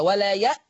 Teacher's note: إبدال الهمز الساكن بألف مادية